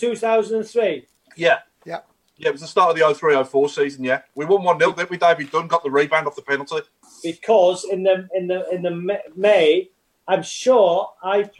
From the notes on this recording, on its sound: sit back and enjoy this zoom session.